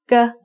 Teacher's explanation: It is very similar to a hard G or an unaspirated K.